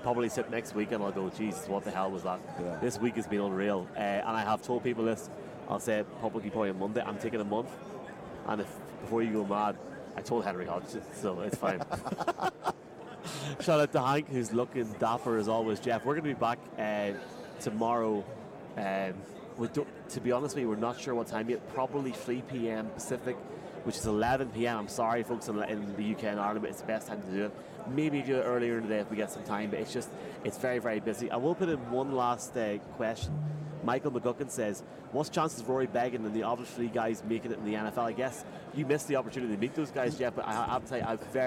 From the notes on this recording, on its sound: From Radio Row. Live on Radio Row.